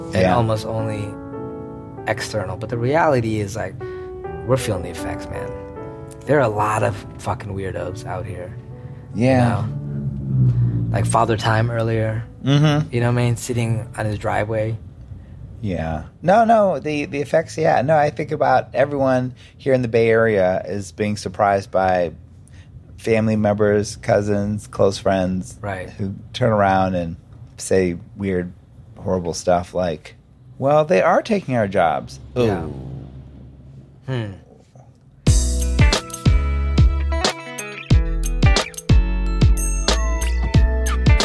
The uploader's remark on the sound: Recorded while driving along interstate 80.